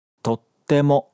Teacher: ele fala com aquele vazio de pronúncia entre o to e o te